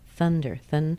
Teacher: Thun is very stressed. Dr. is very weak.